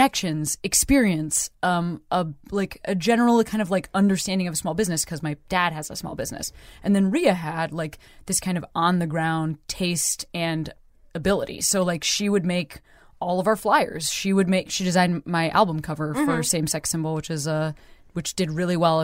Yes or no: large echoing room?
no